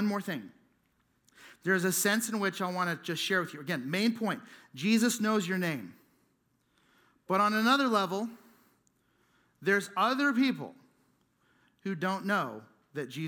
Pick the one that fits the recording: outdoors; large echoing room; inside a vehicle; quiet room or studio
large echoing room